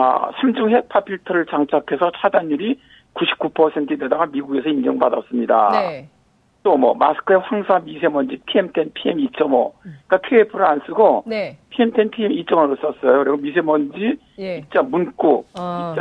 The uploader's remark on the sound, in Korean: 전화연결]